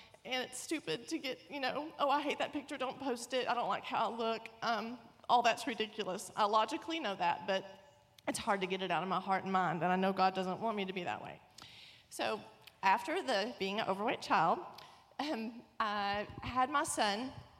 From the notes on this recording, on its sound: Panel Discussion and Sermon from WOMAN Night, March 31, 2017, at the Cabot campus of newlifechurch.tv